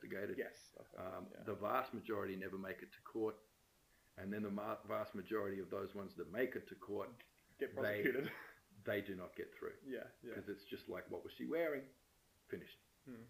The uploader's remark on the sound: Sound for this episode isn't great.